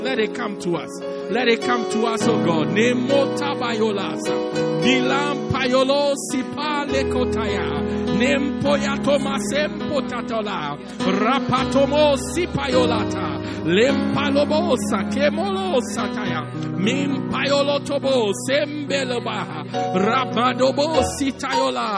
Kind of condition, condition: setting, large echoing room